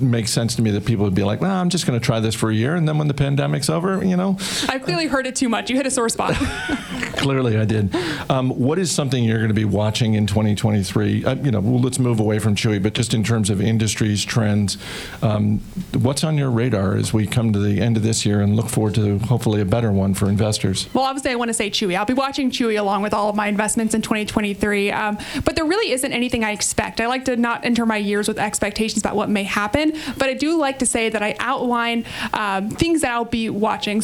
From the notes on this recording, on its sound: Live from the Hawk & Griffin Pub in Vienna, Virginia.